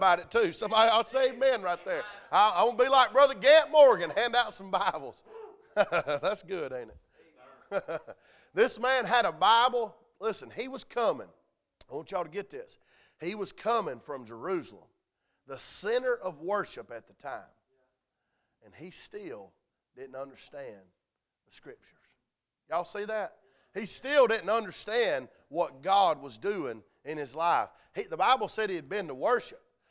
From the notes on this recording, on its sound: A message preached at Crossroads Christian Academy's Chapel Revival